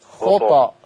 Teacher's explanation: وانت بتقلقل ما تضمش الشفة ما تقولش خطو إنما خطى فك الشفة